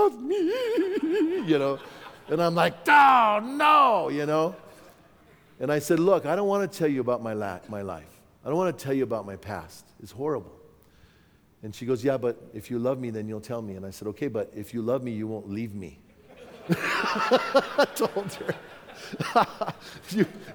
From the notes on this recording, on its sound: from the 2017 Southwest Men's Conference